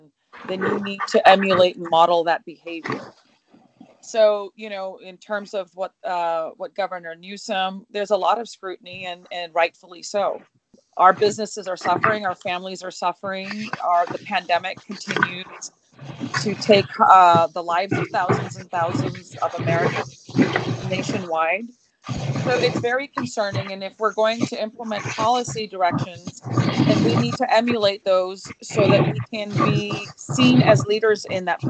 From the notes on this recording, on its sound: This interview was recorded via Skype and we apologize for the static and other noise interference during this remote recording.